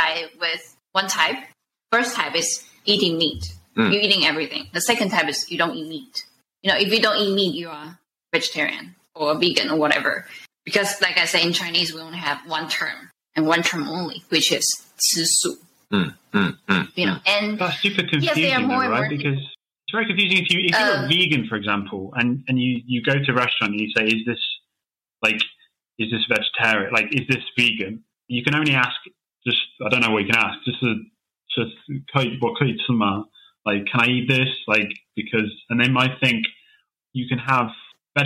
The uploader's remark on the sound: Though we tried our best to make edits to the audio quality. It is a bit unstable in part of today's episode.